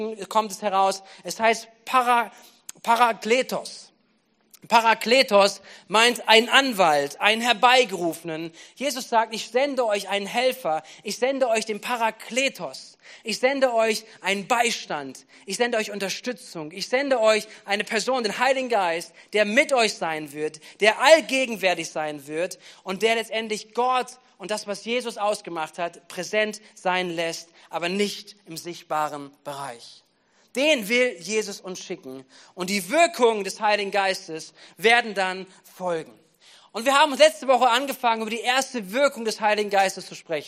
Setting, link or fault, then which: setting, large echoing room